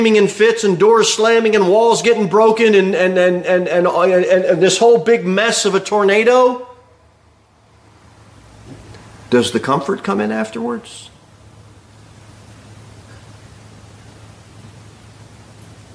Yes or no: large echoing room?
yes